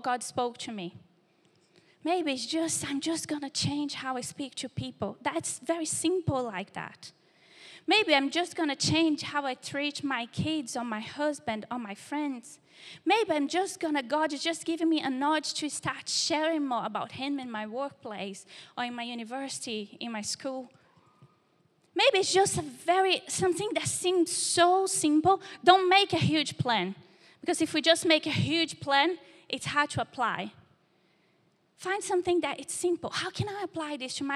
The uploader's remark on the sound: Recorded live at Life Church Lancashire - 7th May 2023